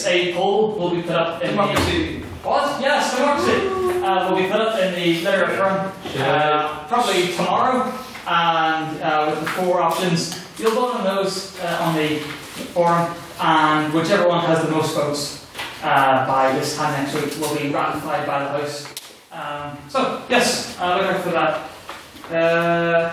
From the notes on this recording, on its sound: the recording of the fifth Ordinary Meeting of the Society, where the House convened to discuss the motion